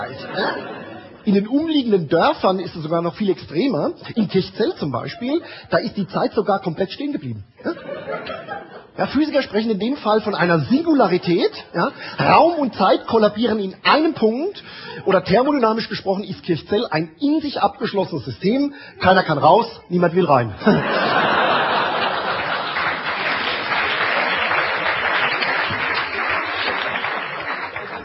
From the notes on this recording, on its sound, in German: Live-Mitschnitt vom 12./13.Februar 2005 in der Kabarettbühne "Die Käs", Frankfurt